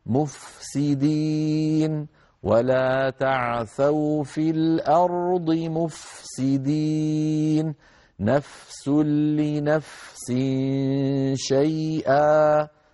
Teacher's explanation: فتجد الفاء كأنها صوت خامد ضعيف